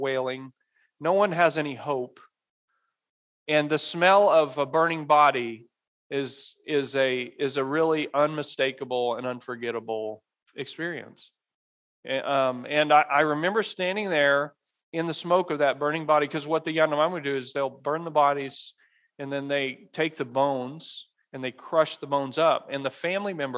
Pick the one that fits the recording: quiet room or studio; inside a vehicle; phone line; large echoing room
large echoing room